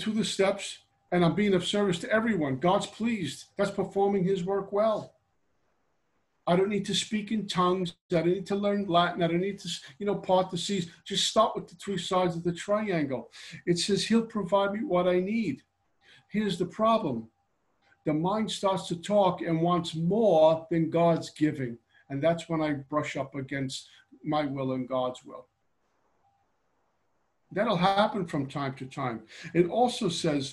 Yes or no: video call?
yes